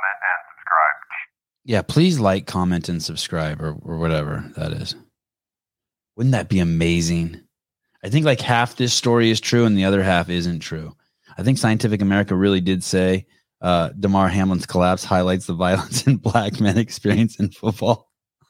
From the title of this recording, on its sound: Live Call